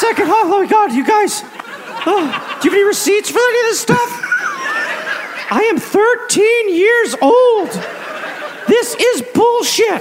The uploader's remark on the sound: Recorded live in Amsterdam.